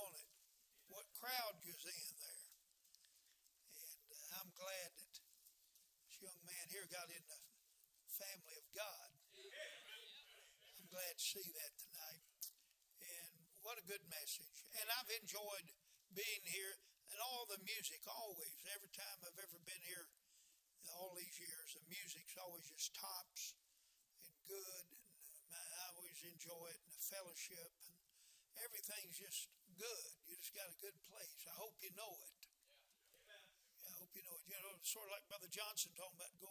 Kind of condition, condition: setting, large echoing room